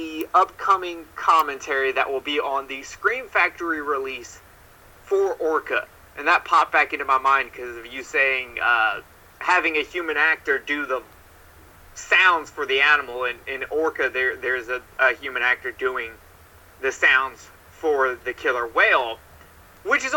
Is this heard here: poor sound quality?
yes